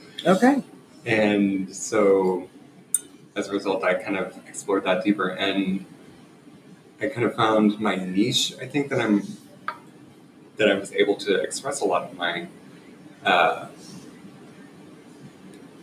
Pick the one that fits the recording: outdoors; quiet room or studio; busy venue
busy venue